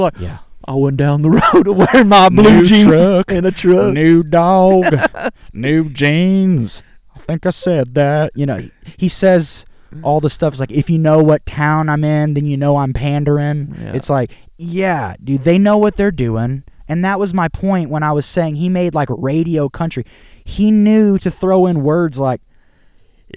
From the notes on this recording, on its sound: Live From the Woods. Cook some Beef heart and boneless pork ribs in cast iron over the fire.